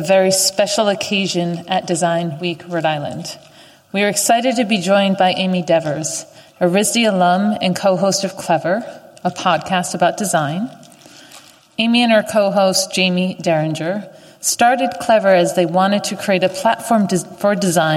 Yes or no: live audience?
yes